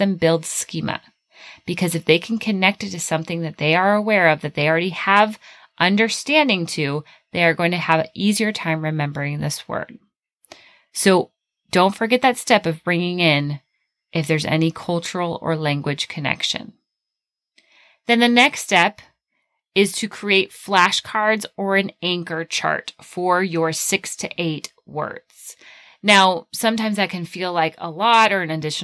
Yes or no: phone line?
no